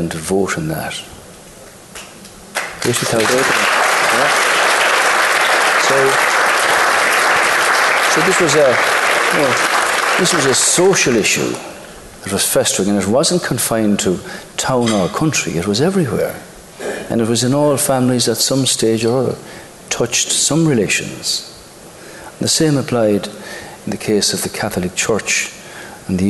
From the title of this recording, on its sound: Live from The Savoy Hotel in London